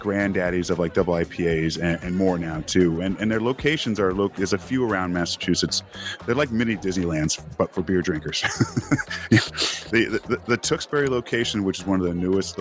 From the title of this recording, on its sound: Happy Hour LIVE Tap Room - Treehouse Brewing & Solace Outpost